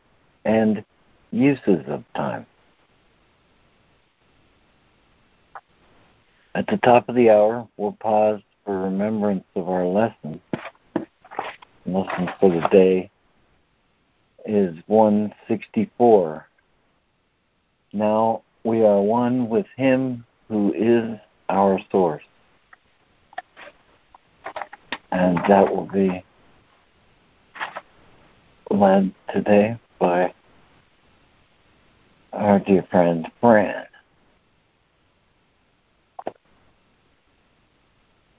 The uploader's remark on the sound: ACIM Daily Conference Call